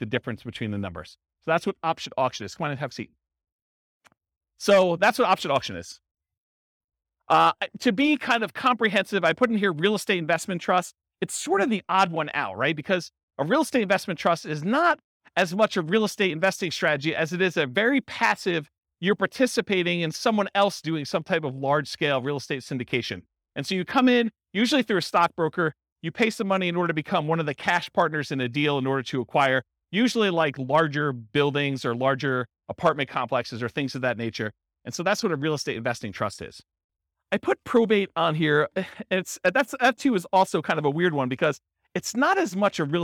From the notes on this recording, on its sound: This was a live class recorded. Casper, Wyoming.